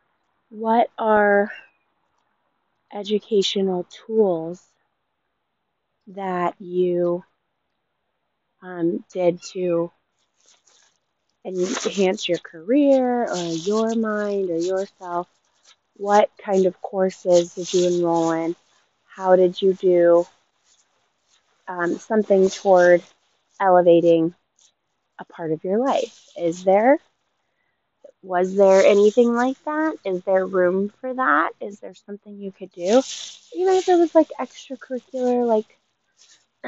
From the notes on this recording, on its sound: This episode was made outdoors so I apologize for all the background noise